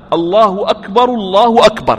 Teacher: هذه التكبيرتين، يصلها بنفس واحد، لا يفصل فيقول الله أكبر ثم يسكت